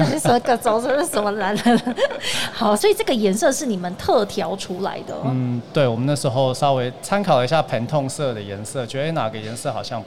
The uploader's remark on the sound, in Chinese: 2021 Medical TW特別企劃 Live Podcast